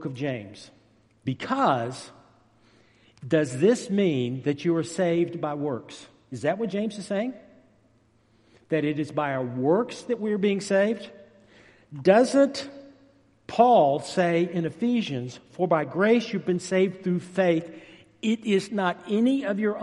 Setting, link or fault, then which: setting, large echoing room